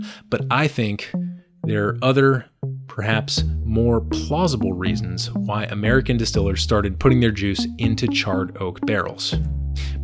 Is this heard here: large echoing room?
no